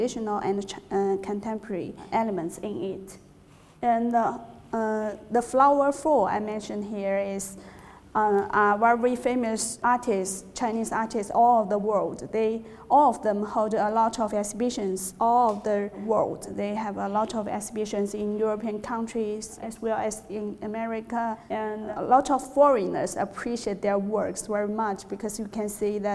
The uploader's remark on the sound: In this lecture series, held at The Learning Connexion school of creativity and art in Wellington, New Zealand